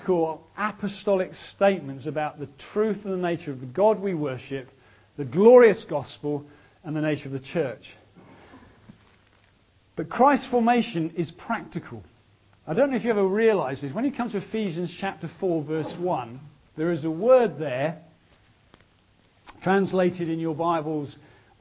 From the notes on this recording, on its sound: was recorded at the ChristCentral Elders & Wives weekend organised by ChristCentral, part of Newfrontiers